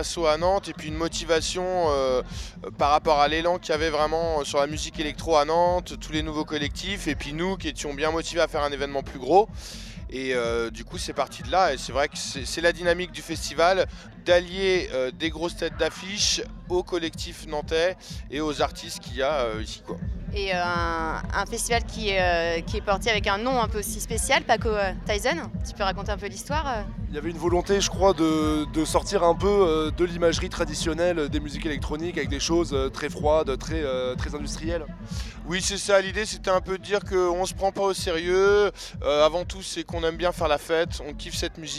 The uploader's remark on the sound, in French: Captation des sets à la Station Rose réalisée par l'équipe de Cosmic Show de Radio Prun'.